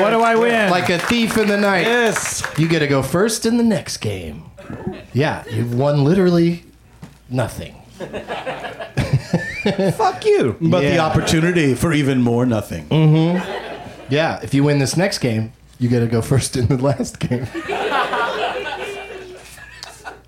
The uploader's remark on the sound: Back home at the UCB Franklin